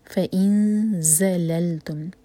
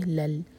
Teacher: فَإِن زَلَلْتُمْ، فَإِن فا الگ ورڈ اور ان الگ ورڈ، فَإِن ایمٹی نون کے بعد زا تو اخفا ایسے کریں گے کہ زا کے لیے زبان تیار ہو · Shown in: first take · اور زا جو ہے بزنگ ساؤنڈ کے ساتھ آنی چاہیے اس کی آواز.